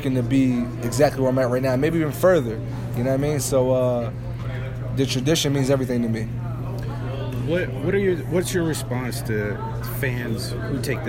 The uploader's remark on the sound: press conference at the Liacouras Center in Philadelphia